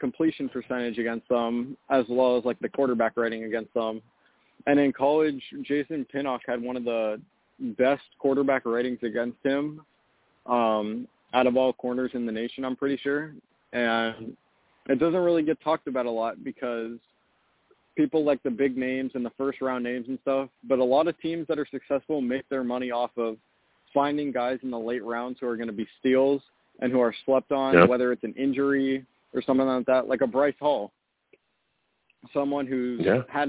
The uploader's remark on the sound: I take live callers!